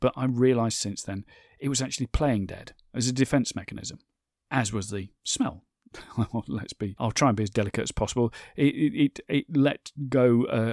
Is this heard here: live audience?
no